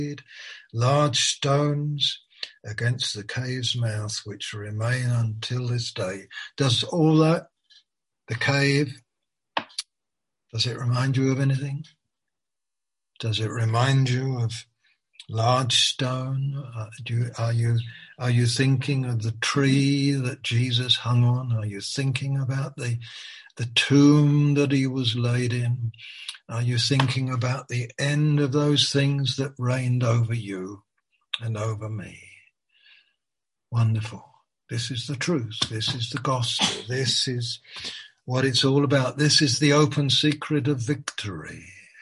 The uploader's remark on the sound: Malaysia Meets (Zoom)